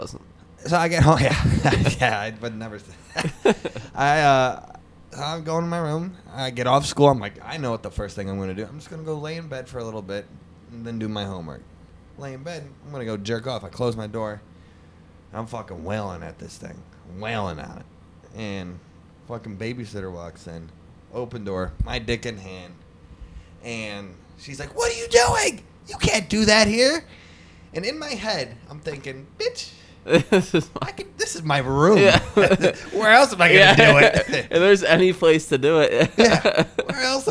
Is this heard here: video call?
no